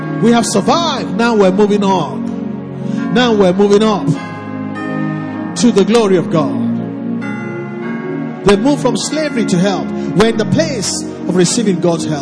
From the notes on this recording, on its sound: Recorded live at our Special Midweek Service to wrap up our 30days Fasting & Prayers 2021...